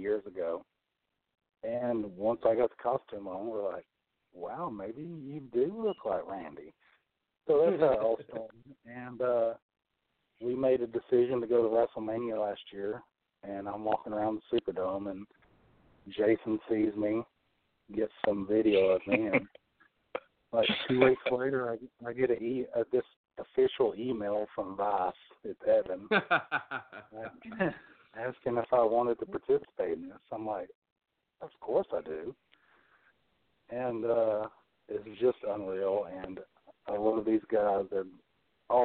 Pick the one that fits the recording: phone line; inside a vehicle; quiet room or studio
phone line